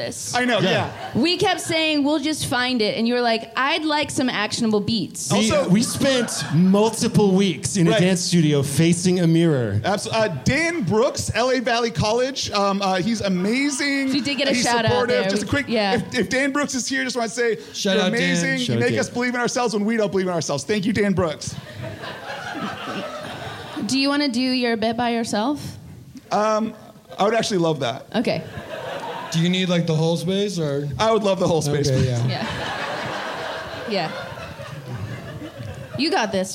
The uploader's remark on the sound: The following was a live performance from everyone's favorite four lead singer Emo band at the Elysian theater on March 25 2022 in Los Angeles.